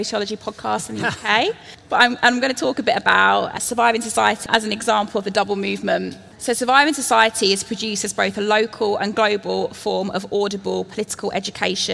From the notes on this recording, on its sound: This is a keynote conversation hosted by the Identities journal and the British Library.